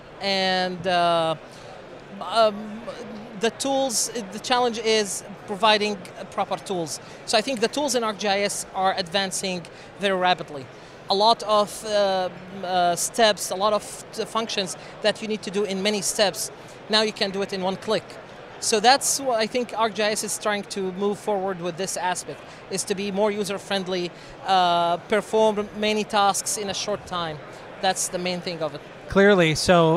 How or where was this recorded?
busy venue